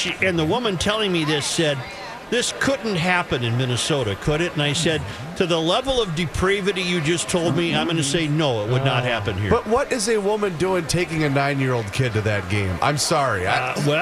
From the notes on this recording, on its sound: live from Radio Row at the Mall of America!